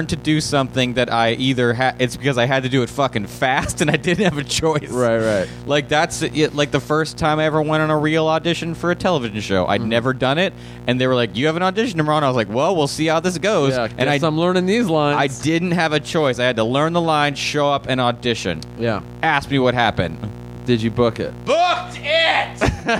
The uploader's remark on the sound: This episode contains minor background buzzing sounds due to an audio problem on our end.